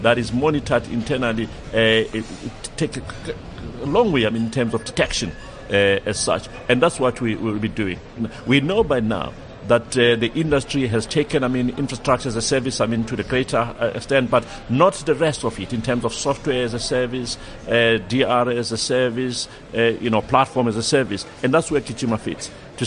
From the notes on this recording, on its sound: At the Gartner Symposium ITxpo 2015.